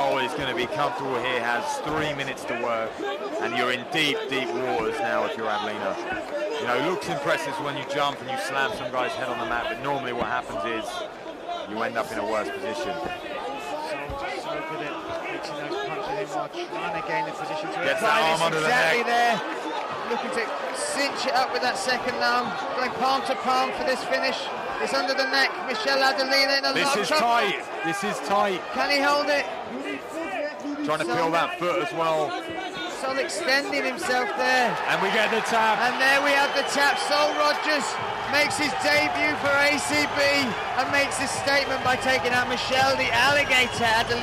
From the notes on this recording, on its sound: live reaction from cageside at the SSE Hydro